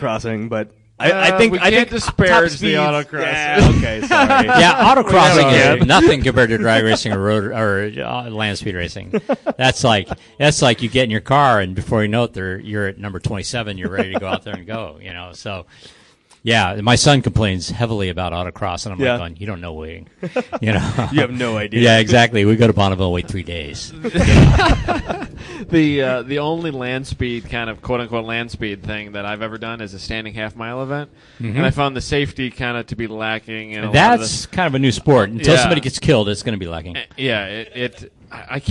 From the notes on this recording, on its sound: Live from HondaMeet15.